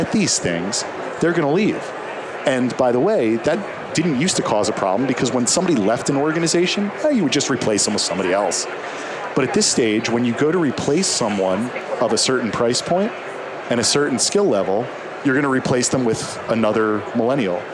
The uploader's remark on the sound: LIVE from Las Vegas, at #HRTechConf